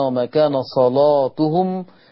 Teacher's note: وما كان صلاتهم ده اسمه تغليظ اللام لورش